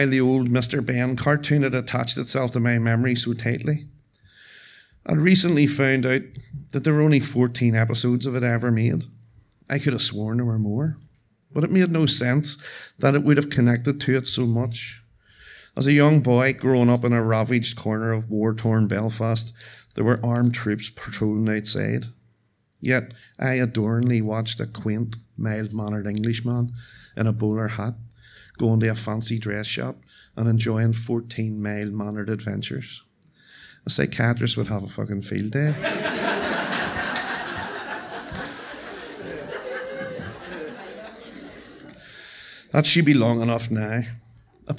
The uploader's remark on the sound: The November Black Box event was hale & hearty. Tenx9 is a live storytelling event where nine people have up to ten minutes each to tell a true story from their own life on a particular theme. It began in Belfast in 2011 in the Black Box.